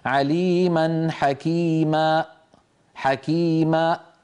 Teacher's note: قفل الوترين الصوتيين فأخرج همزة، الهمزة كما سيأتي معنا تخرج بالساكنة بقفل الوترين الصوتيين، فلا يصح عندما ننطق ألفا مدية أن نقفل الوترين ولا أن نحرك اللسان ولا أن نغلق الشفتين.